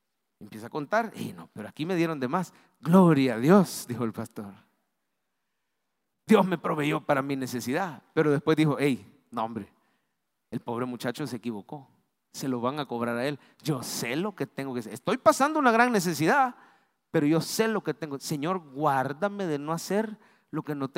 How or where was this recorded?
large echoing room